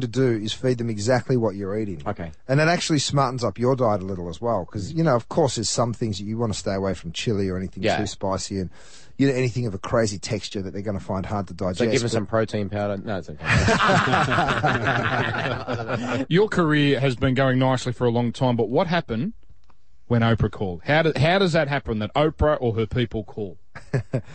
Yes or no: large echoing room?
no